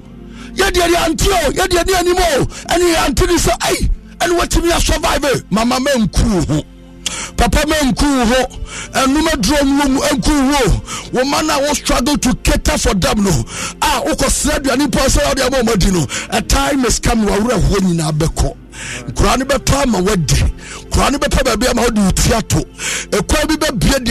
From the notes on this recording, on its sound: Live worship &prayers.